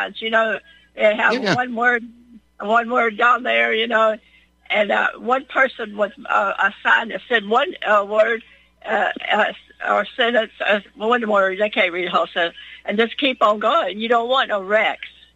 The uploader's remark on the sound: Your phone calls